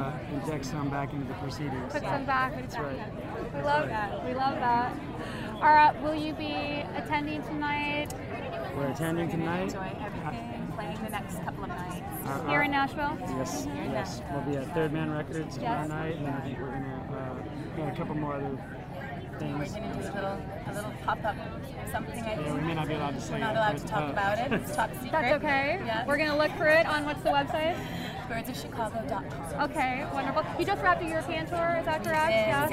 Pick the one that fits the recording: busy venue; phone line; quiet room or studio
busy venue